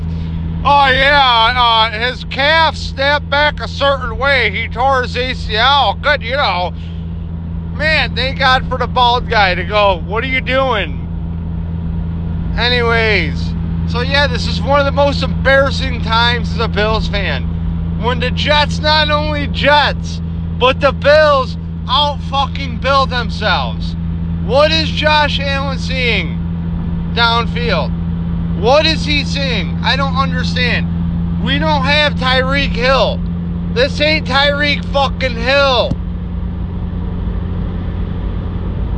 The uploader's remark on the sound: Drove down to the game to have stub hub cancel the ticket. Ranting in the dark driving home through all the emotions.